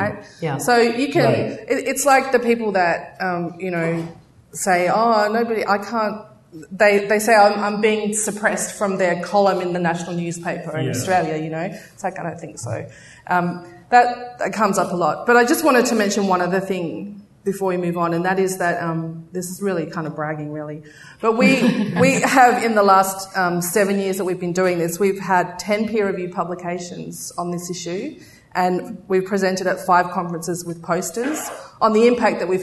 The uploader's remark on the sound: Live from CSICon 2017